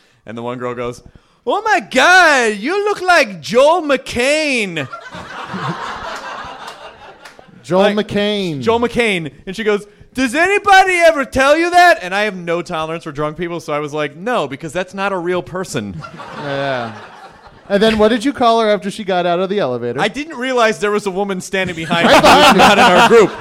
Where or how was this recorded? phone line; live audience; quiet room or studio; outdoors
live audience